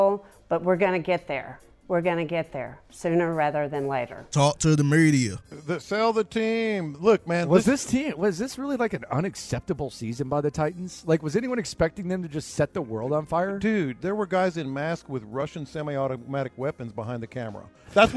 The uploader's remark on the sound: Live At The Bear Bryant Awards